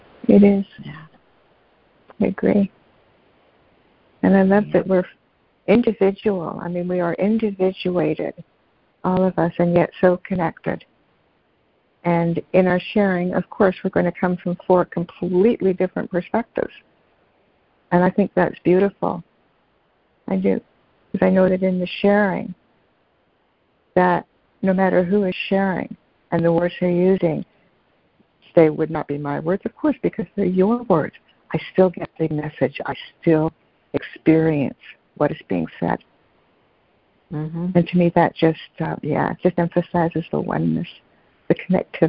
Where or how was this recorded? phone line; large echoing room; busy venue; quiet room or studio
phone line